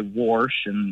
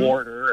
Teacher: I hear that extra R get added occasionally · Term: R insertion